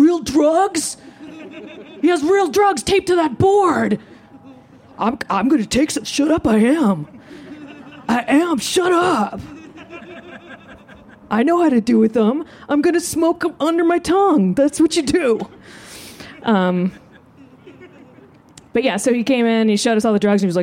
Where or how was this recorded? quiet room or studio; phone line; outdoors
outdoors